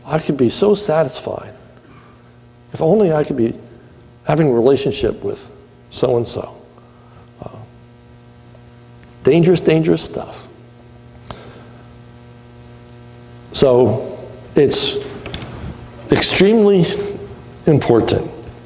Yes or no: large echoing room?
yes